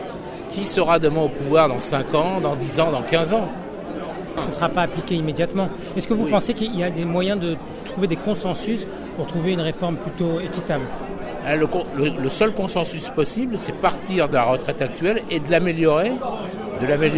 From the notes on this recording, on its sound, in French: Reportage enregistrée aux vœux du Val-de-Marne (94) le 7 janvier 2020